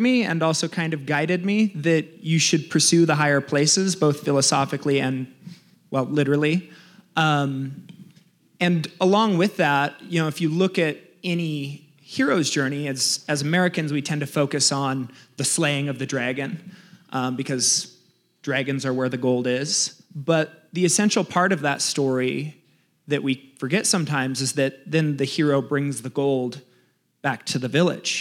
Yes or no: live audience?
yes